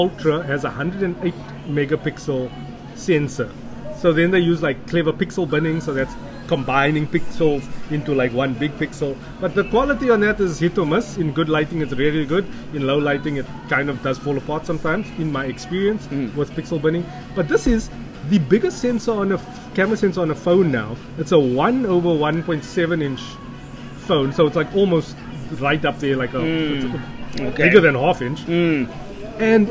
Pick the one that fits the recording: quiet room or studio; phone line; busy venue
busy venue